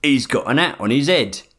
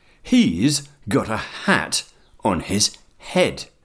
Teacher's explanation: People with many regional native English accents don't aspirate the H. · Shown in: first take · Term: drop the H